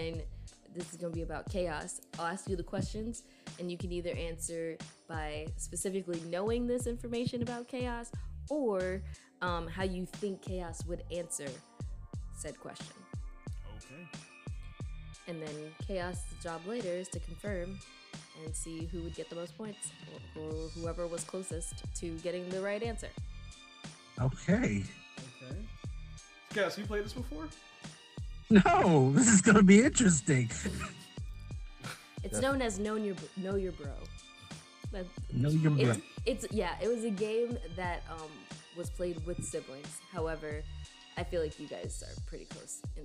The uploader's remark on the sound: This episode has everything technical issues, badd volume, laughs, drinks, and booty.